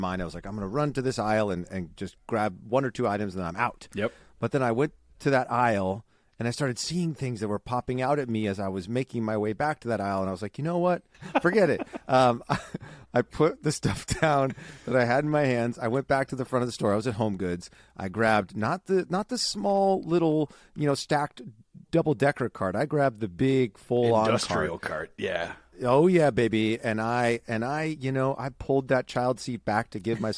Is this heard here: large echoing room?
no